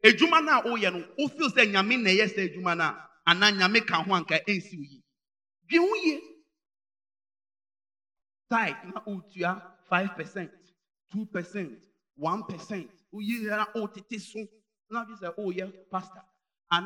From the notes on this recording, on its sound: Preached at Inspiration Service at GSC, AKIM ODA, GHANA. Sunday Morning Service.